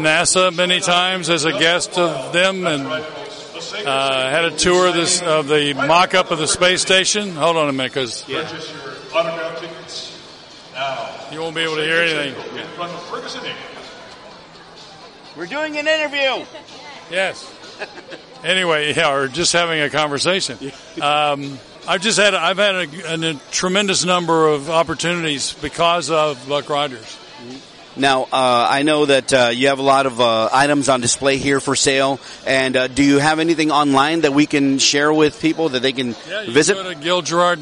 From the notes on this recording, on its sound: We traveled into the heart of geekdom and awesomeness this weekend at the South Texas Collectors Expo. While there, we unleashed the bear claw backscratcher-mounted microphone into the faces of attending celebs.